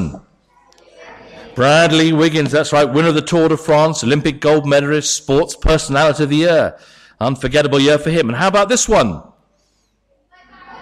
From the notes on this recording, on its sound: Sermon from St David's Church, Moreton-in-Marsh, Christmas Eve Carol Service